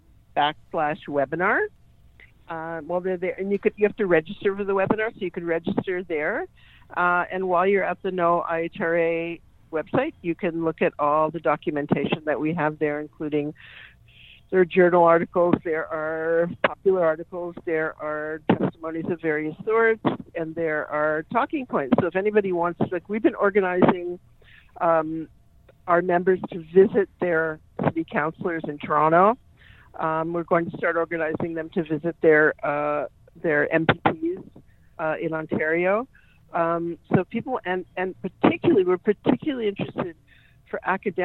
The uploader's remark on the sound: joined me on phone